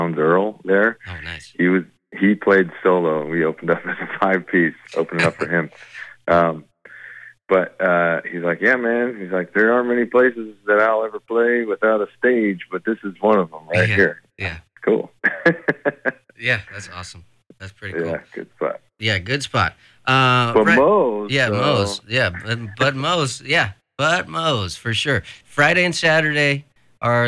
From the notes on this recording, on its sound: chats on the phone